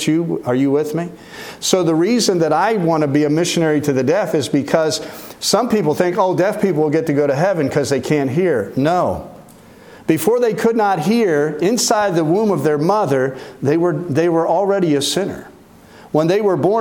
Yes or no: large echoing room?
yes